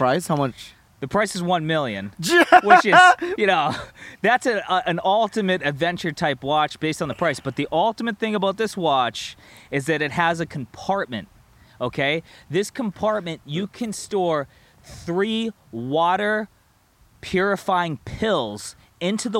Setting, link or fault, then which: setting, outdoors